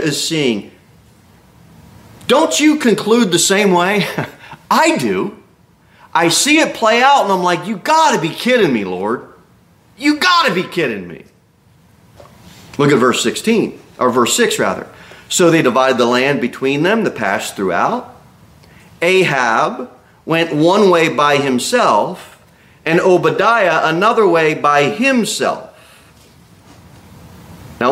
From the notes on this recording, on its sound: Sermon delivered at Pilgrim Baptist Church on Sunday, October 29, 2023, at 11:15 am.